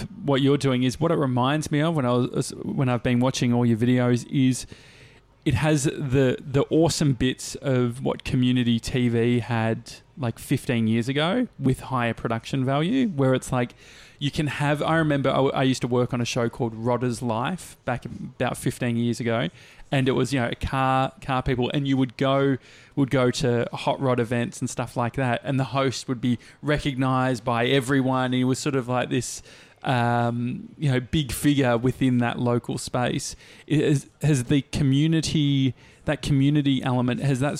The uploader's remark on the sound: Live from a cafe!